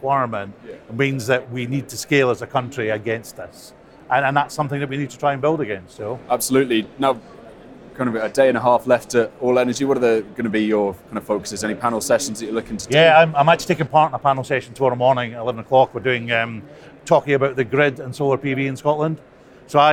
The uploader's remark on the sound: The Energy Voice team are at the All-Energy conference this week, the UK’s largest renewable and low-carbon energy exhibition and conference. Stand for a live podcast on the first day of the All-Energy conference in Glasgow.